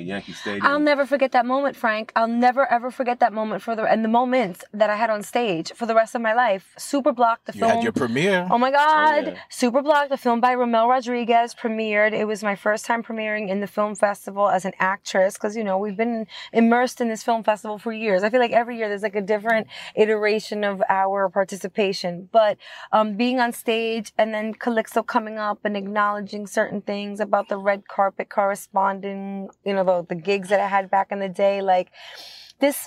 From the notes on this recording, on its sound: Hit the road to record across New York City in the all new 2022 Buick Enclave Avenir. The vehicle’s first-class seating for up to seven made for a comfortable mini road trip as we scooped up and packed in our culture-shifting guests. Connecting her playlists to the vehicle’s awesome sound system with Apple Air Play.